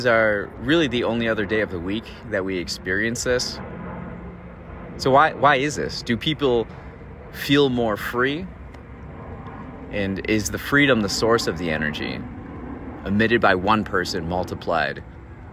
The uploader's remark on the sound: recorded this episode on sitting on a rock at Lake Michigan